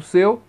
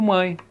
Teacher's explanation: os ditongos podem ser orais, exemplo seu, ou nasais, exemplo mãe